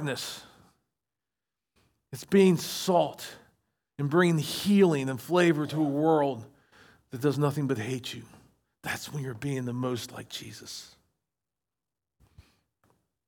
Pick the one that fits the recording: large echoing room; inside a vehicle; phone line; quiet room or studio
large echoing room